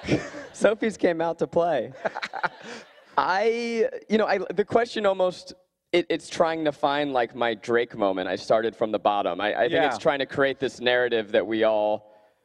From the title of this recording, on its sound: Live from VidCon Australia